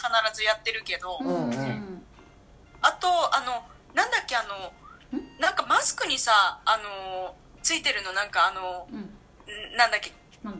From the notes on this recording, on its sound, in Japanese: LINE電話でのやりとりなので、声が遅れたり音質が悪いことがありますので、ご了承ください。